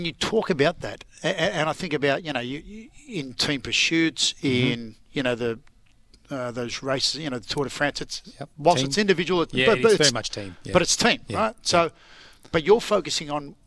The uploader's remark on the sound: are live from the regional academies of sport coaches conference